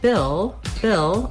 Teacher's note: When I'm saying Bill, Bill, I just basically go right from that I sound into my L sound. I don't have to do anything special for that L.